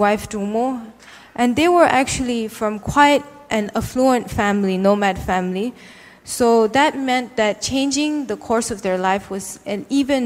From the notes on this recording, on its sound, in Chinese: 一席现场